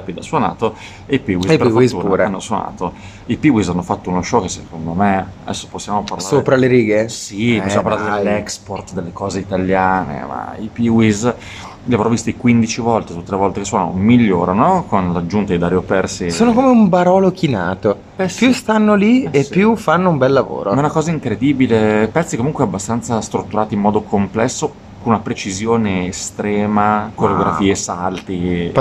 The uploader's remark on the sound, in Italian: in diretta dal PUNK ROCK RADUNO